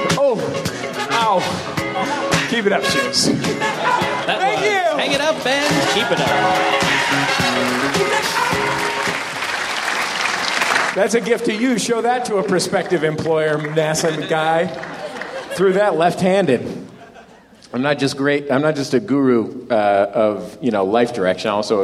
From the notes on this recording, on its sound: live on stage at the Hollywood Theatre in Portland, Oregon.